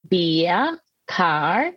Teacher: R doesn't get pronounced when there's a vowel before and there's no vowel after. So for example, when you say beer, car, so there's a vowel before, then the R doesn't get pronounced. · Term: non-rhotic